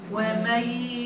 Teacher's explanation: هجيب غنة بإدغام، ما تقوليش وماي ماي